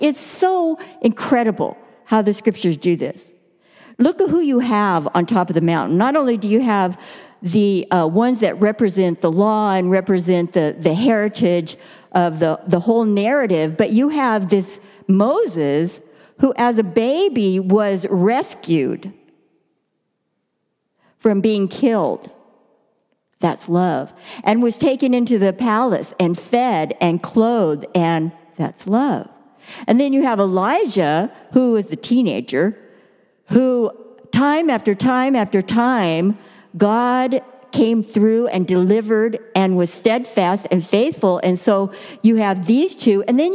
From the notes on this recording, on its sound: Delivered during the Contemporary Worship service.